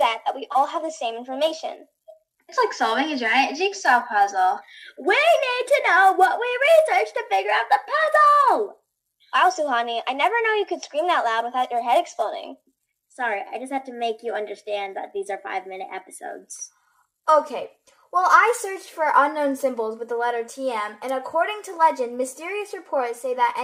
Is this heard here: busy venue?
no